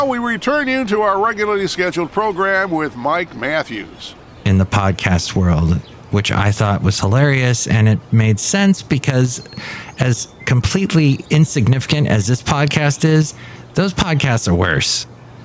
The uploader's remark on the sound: podcasts live from Café Anyway